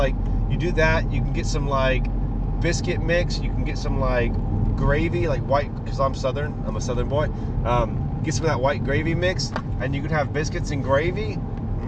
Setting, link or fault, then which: setting, inside a vehicle